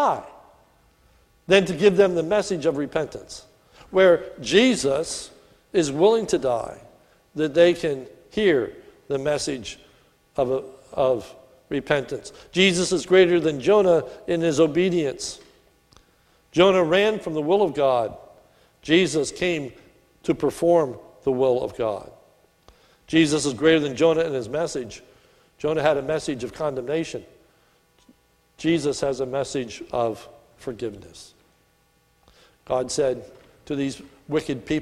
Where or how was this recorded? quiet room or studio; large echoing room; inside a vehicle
large echoing room